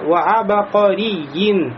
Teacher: Здесь смотрите, да, ба у нас мукалькаля, значит ва-аба, ва-аба. И вау, и айн являются мураккака, то есть тонкими. Значит ва-аба, а потом каф уже муфаххама.